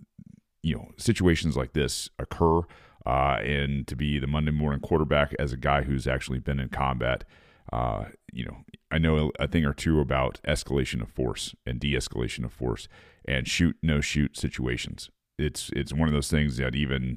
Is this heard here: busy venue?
no